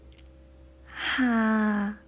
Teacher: 下面的下，粤语是哈，是一个气声